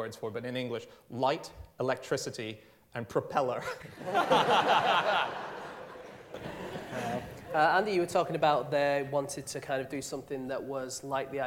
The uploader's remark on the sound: Live from the London Podcast Festival.